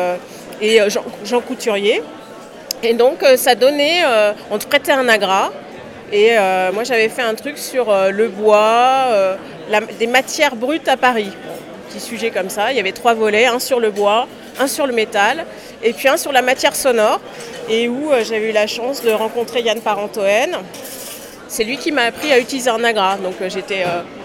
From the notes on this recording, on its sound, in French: cette Balado au festival Longueur d'Ondes à Brest